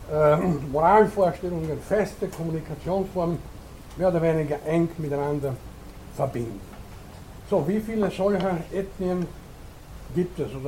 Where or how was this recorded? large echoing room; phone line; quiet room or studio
large echoing room